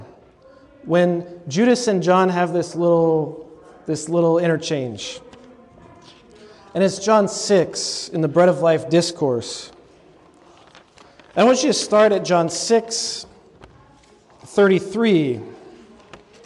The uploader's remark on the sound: delivered at a recent convocation of Catholic leaders in New Jersey